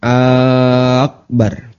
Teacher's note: Juga bar-nya tidak boleh dipanjangkan